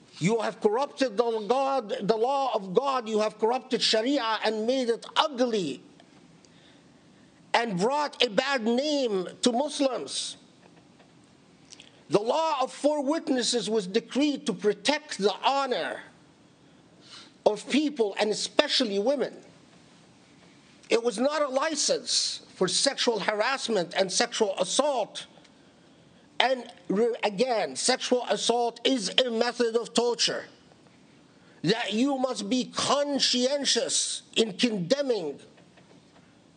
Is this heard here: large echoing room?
yes